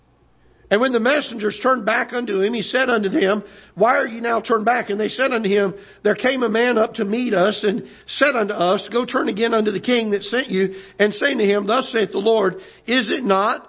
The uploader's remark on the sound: Ketha Heights Baptist Church ~ Live Broadcast